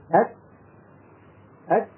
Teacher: الشدة والهمس ليس في زمن واحد. الشدة أولا فالهمس